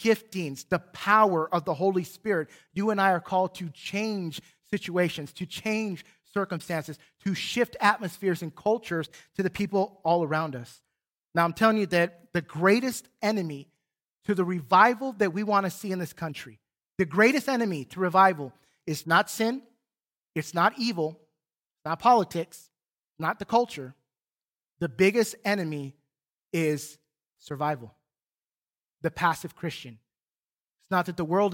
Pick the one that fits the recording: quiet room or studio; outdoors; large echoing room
large echoing room